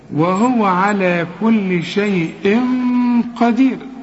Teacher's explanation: القاف من حروف الإخفاء، عاوزين غنة هنا